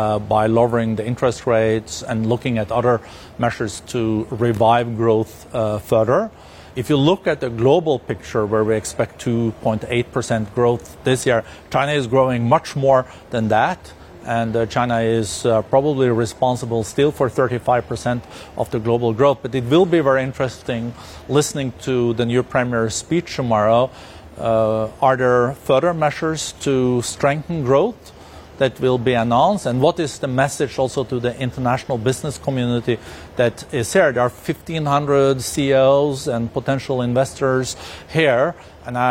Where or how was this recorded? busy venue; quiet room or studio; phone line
busy venue